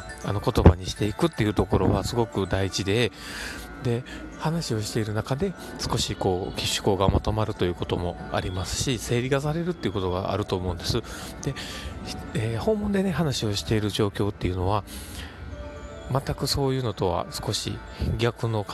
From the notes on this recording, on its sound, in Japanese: 駅で収録（笑）。駅で収録していますが、今日は短めです。